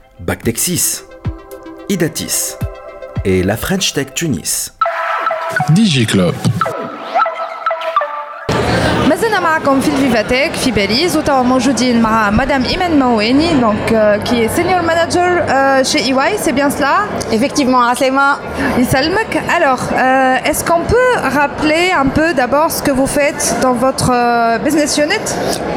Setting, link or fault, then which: setting, busy venue